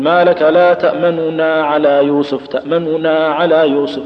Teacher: تنطق بها حركة لكن سريعة، تخطفها خطف، وبهذه الحالة ينفك الإدغام · Term: اختلاس